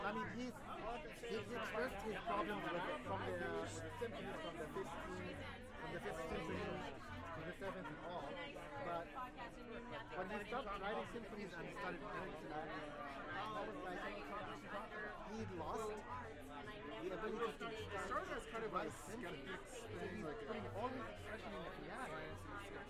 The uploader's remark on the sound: Pretend like you're breaking quarantine at the Imperial Pub. Recorded on/at the friday night mixer before PCTO20. Be forewarned i'm pretty sure I go take a piss somewhere in this recording.